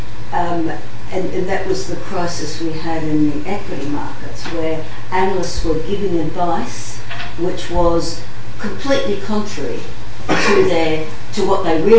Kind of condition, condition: setting, live audience